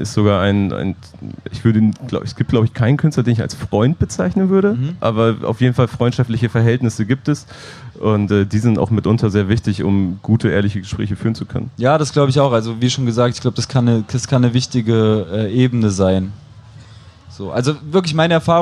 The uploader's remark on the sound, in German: live vom Splash Festival